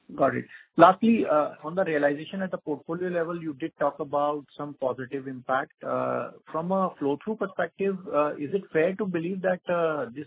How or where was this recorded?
phone line